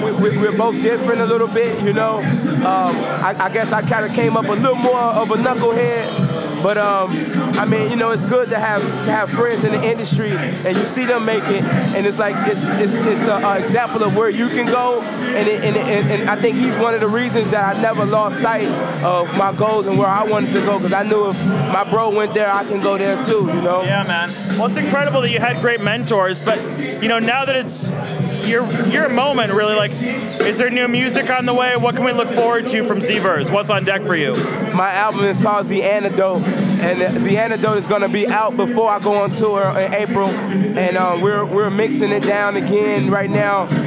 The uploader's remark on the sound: Recorded at SXSW 2016